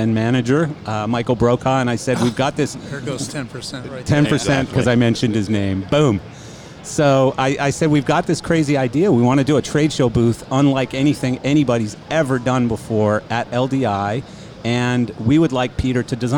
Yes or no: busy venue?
yes